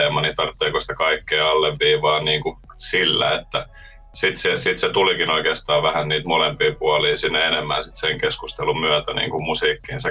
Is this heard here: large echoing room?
no